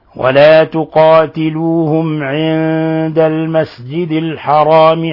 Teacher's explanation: عند نون ساكنة جاء بعدها الدال إخفاء حقيقي